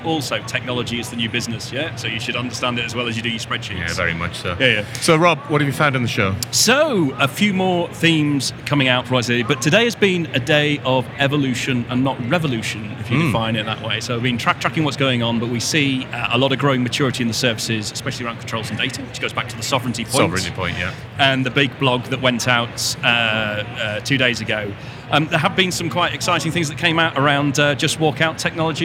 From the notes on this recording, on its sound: The team are at AWS re:Invent 2022 for our first live shows!